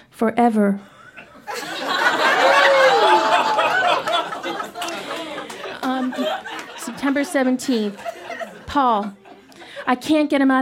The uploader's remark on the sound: Recorded live at Phog Lounge in Windsor, Ontario.